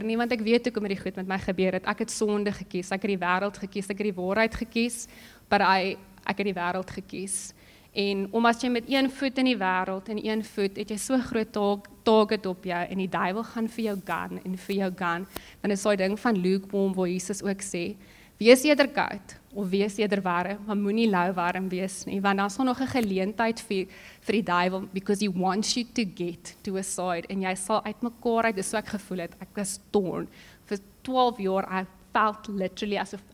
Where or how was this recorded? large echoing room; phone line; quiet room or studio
large echoing room